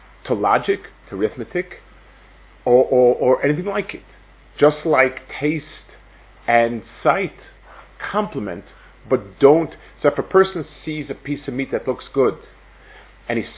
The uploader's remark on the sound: Delivered at Netiv Aryeh. Israel Trip 5784.